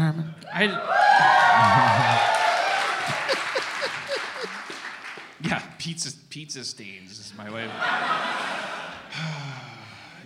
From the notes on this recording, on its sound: Our first show at the beautiful Dynasty Typewriter theater kicks off with an audience for the first time in months.